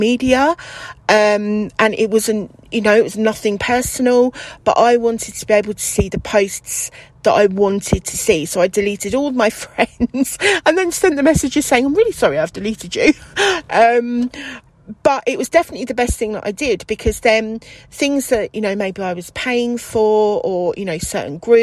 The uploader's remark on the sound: Recording in the car